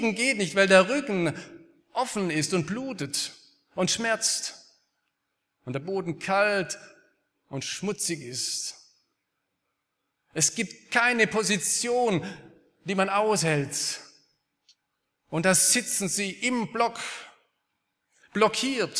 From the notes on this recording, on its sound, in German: aus dem Gottesdienst der Liebenzeller Mission